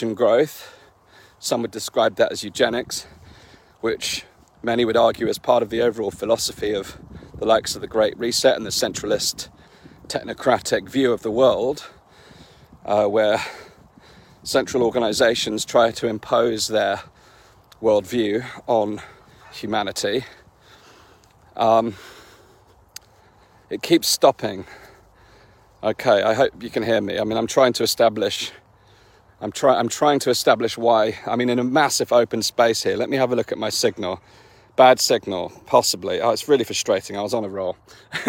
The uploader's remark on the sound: In this walk & talk